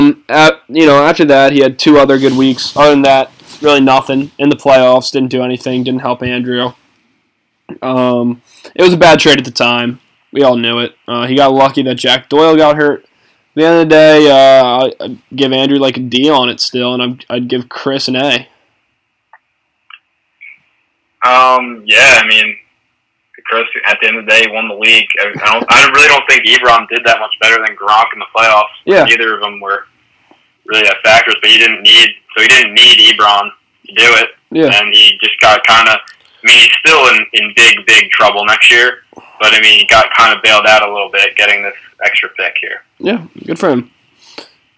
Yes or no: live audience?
no